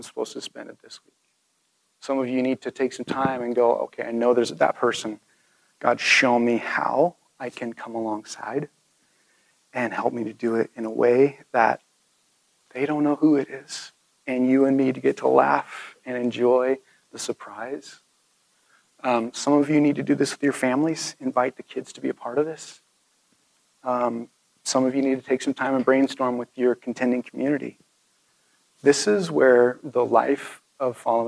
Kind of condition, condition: setting, large echoing room